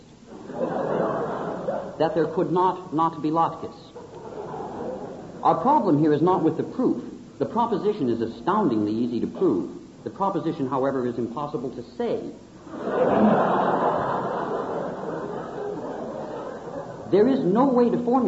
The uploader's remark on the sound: lecture from the 1976 Latke-Hamantash Debate at the University of Chicago